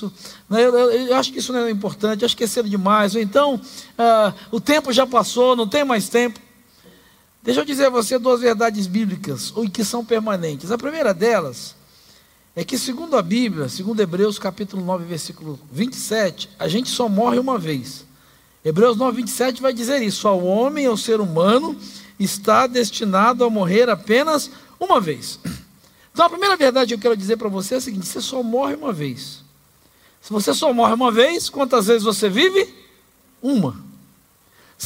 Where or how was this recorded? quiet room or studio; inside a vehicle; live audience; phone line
live audience